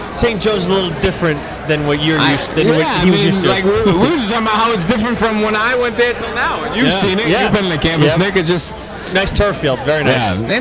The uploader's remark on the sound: LIVE AT LORD HOBO BREWING